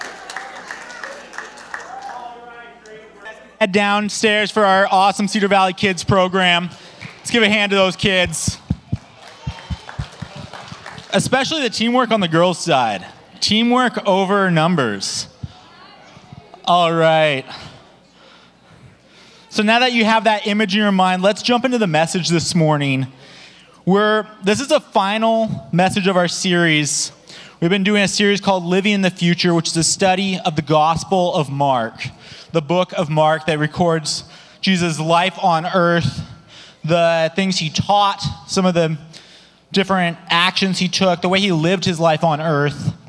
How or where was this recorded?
large echoing room